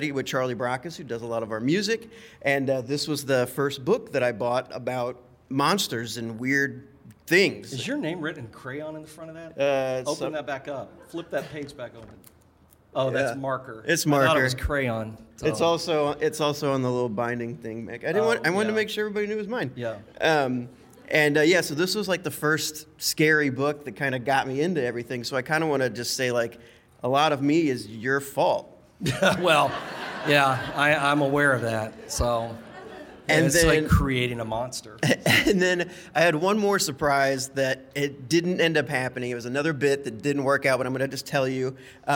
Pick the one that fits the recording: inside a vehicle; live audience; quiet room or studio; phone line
live audience